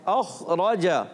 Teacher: خا حرف مستعلیہ میں سے موٹا پڑھیں گے مگر قلقلہ نہیں کریں گے. بعض بچے پڑھتے ہیں اخرج تو یہ غلط ہو جاتا ہے. · را پر زبر آنے کی وجہ سے را پر پڑھیں گے. جیم کو اچھے انداز سے ادا کرنا ہے، چھ جیسا نہ ہو جائے